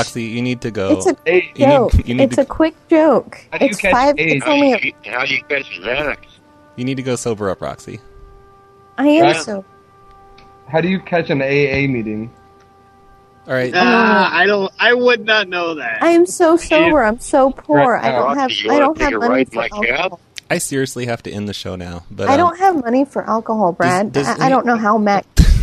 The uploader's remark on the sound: …'s Personal Prank Phone Calls Collection.